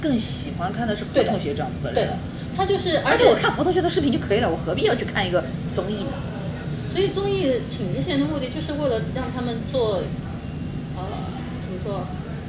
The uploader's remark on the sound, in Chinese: 本次录制花费：洋风炭火屋 398元，整2期！